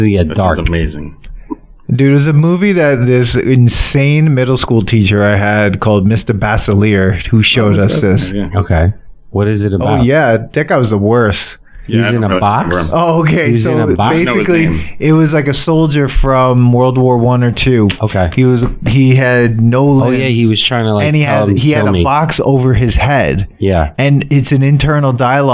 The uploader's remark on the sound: The boys watched The Cutting Edge together before recording in-person. This is a classic tangent filled hangout with all the classic indie-podcast sound issues.